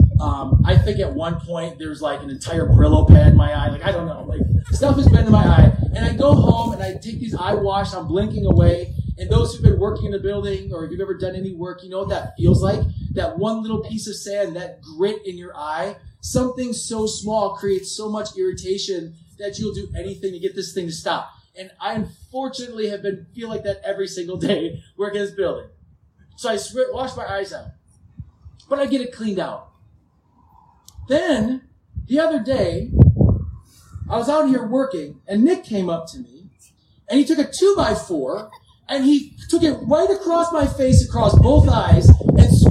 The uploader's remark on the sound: (WARNING: POOR AUDIO DUE TO OUTDOOR SERVICE).